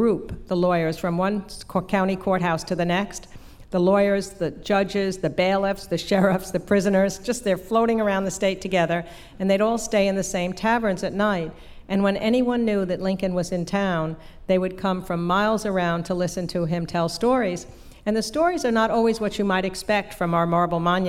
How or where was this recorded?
live audience